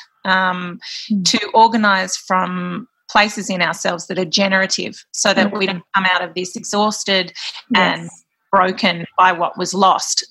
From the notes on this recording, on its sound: Welcome back to the Zoom Room for our Dumbo Feather Conversation